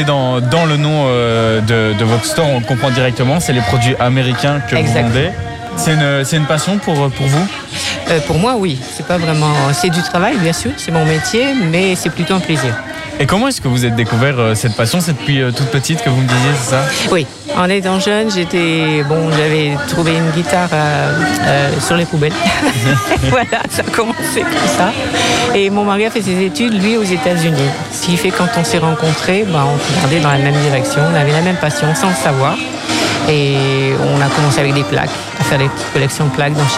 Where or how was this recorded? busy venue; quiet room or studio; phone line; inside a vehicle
busy venue